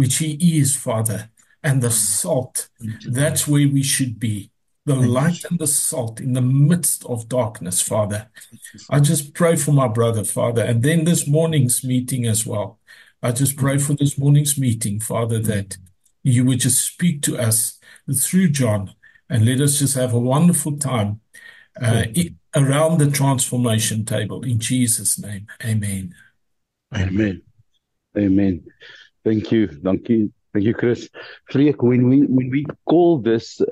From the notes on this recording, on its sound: The Transformation Table Zoom Meeting.